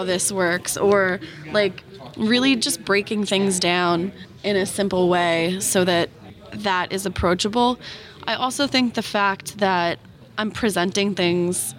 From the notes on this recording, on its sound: recorded at Node Interactive 2016